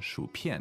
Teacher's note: Okay, so third tone, fourth tone, 薯片 is potato chips.